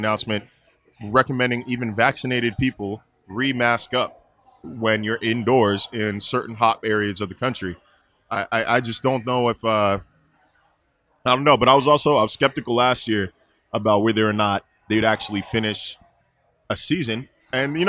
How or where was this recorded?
busy venue